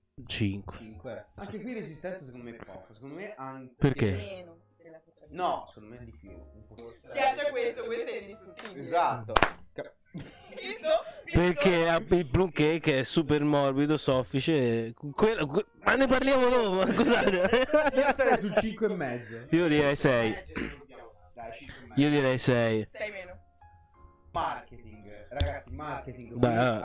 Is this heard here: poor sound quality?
yes